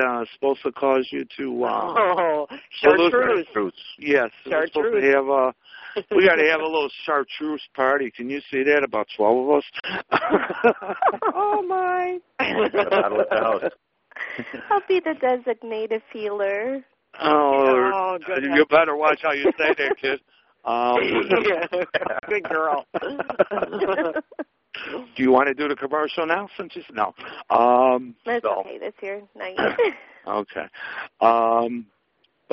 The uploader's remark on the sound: Open Phone Lines. We take calls from you the listeners about the Paranormal, Spirits and more.